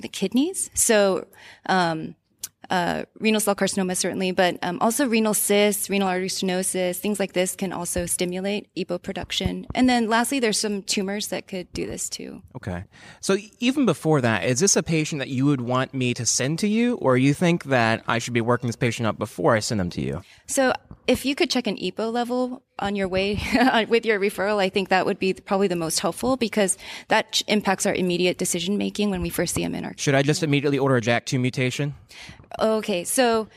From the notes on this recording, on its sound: We recorded LIVE at joint grand rounds between Walter Reed NMMC and Uniformed Services University.